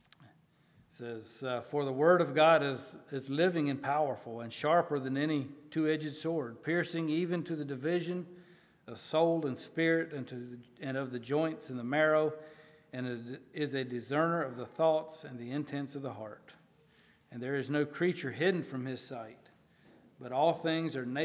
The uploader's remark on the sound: at Hephzibah Mennonite Church on June 11, 2023